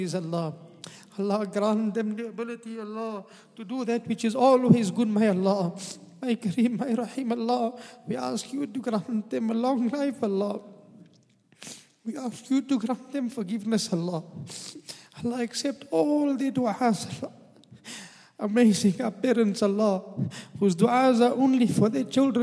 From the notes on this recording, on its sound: at the Houghton Masjid (West Street)